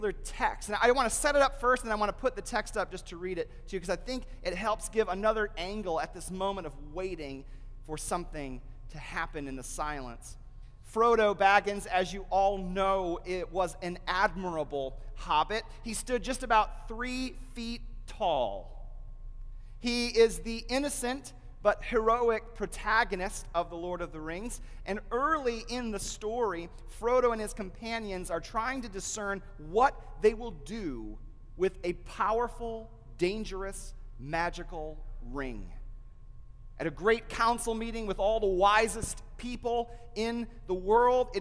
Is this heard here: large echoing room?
yes